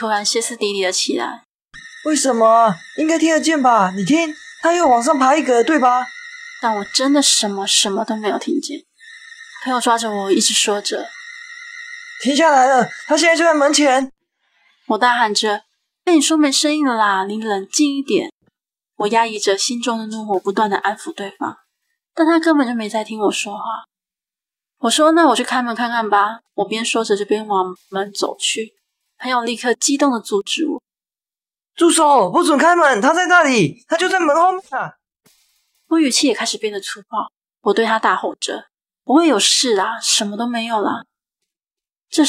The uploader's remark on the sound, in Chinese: 音檔從Youtube影片轉來。會有音質上的不足。